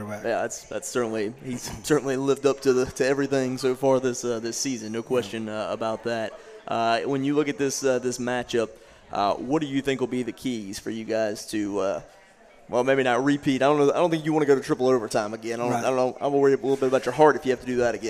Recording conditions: busy venue